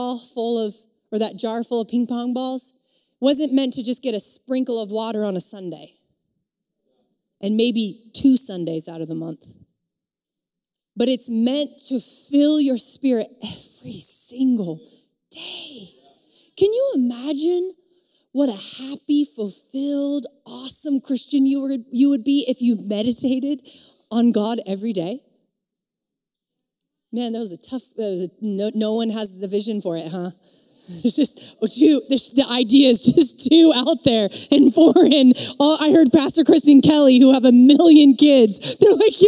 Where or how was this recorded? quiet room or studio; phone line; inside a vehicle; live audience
live audience